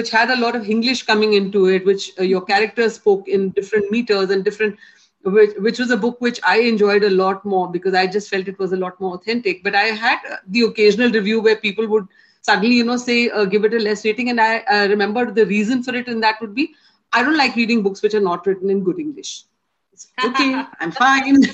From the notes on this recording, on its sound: Virtually Recorded.